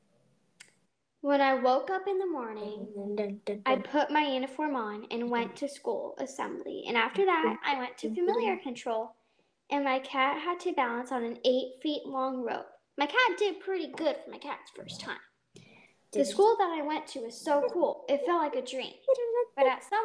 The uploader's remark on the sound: Sorry for bad audio. Microphone, it was being weird.